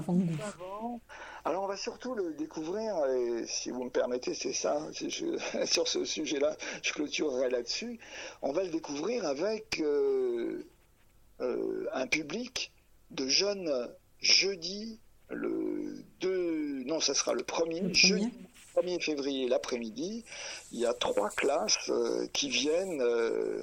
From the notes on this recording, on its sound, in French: Entretien téléphonique